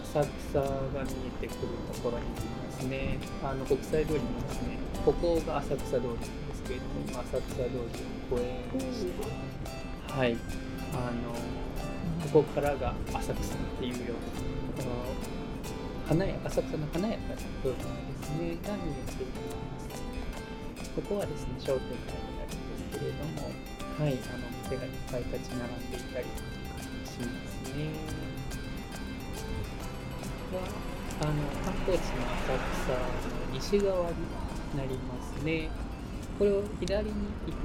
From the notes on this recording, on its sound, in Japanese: ロケ第1回_国際通り（東京都）。今回は「東京都の国際通り」を部長が 自転車 でお散歩してきました。この放送はYouTube用に撮影した動画の音声を放送したものです。